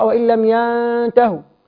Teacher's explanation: نون ساكنه بعدها تاء اخفاء حقيقي نراعي هنا ان التاء حرف حرف مرقق فبالتالي الغنة ترقق وإن